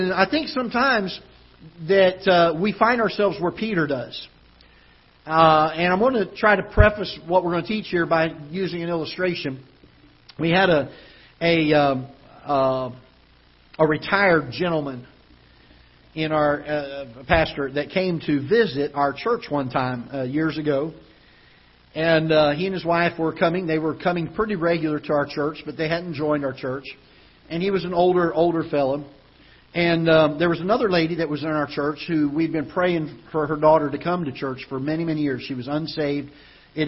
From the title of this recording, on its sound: Ketha Heights Baptist Church ~ Live Broadcast